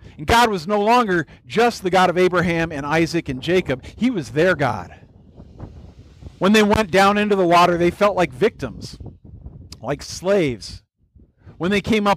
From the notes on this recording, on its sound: This was a special message at our church picnic (recorded outdoors). Note: The beginning of the message set up our communion time and did not get recorded.